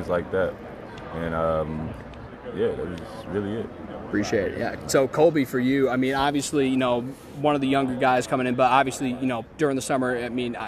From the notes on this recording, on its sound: featuring sound bites from 10 of the 11 Big East programs emanating from none other than "The World's Most Famous Arena", Madison Square Garden!